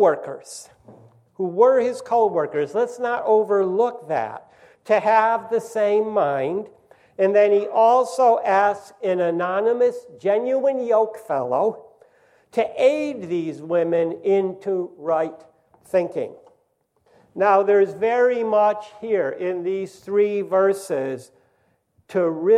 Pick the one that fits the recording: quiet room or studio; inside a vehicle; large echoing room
large echoing room